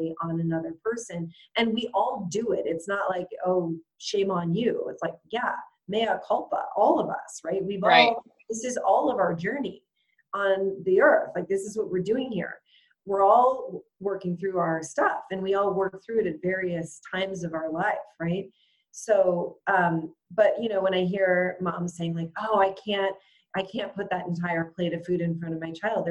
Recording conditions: video call